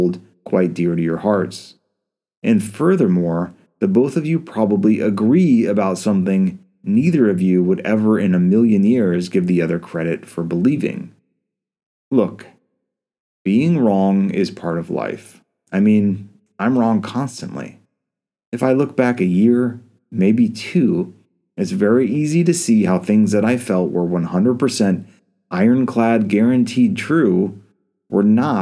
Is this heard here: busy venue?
no